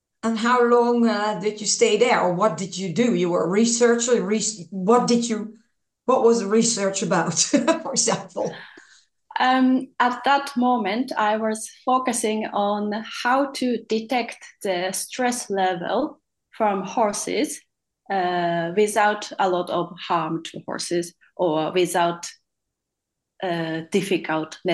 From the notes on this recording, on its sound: Today a podcast via a ZOOM Call